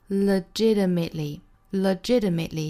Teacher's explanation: legitimately,这个单词我们中间的这个 t,美音做一个浊化成 d